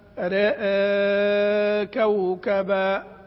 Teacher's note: أردنا أن ننبه بالذات في التوسط وفي الإشباع أن يستمر التقليل طول مدة المد، يعني نقول مثلا رأى كوكبا، في بعضهم يبدأ يقلل ثم يرفع، يقول رأى، رأى، خطأ، هي المادة هي تبع التقليل اللي قبل، رأى كوكبا، والإشباع رأى كوكبا.